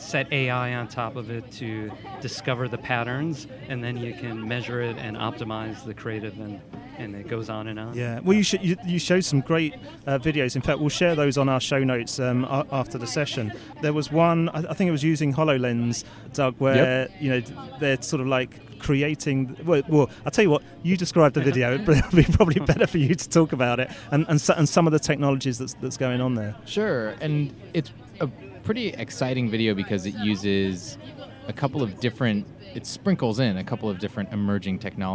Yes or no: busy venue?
yes